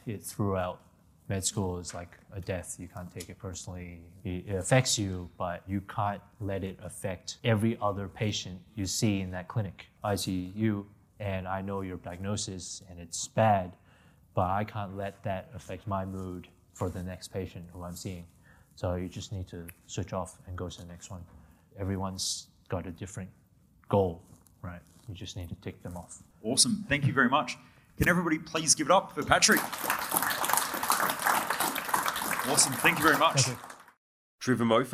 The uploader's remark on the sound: answers questions from the audience